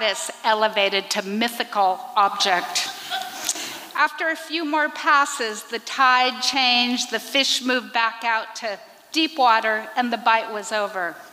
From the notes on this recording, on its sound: recorded at the Liberty Theatre in Astoria, OR